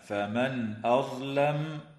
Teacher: تظهر النون الساكنة عند الهمزة في قوله تعالى فمن أظلم